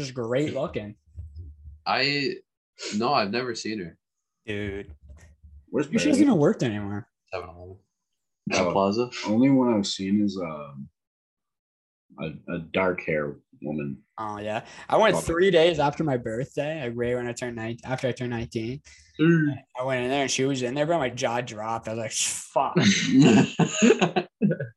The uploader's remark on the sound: The boys are finally back but on zoom.